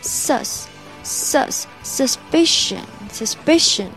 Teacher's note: Suspicion 这个怀疑这个这个单词啊，中间的那个 u 我们是发 e 音